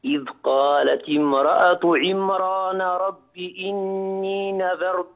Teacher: فخم الراء جيدا في كلمة إذ قالت امرأة عمران، أريد أن يمتلئ فمك بالتفخيم